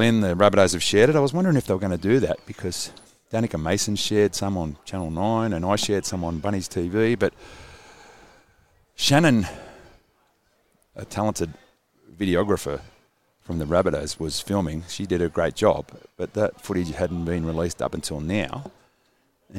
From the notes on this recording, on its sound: Live from Redfern Oval at the Rabbitohs Captains run.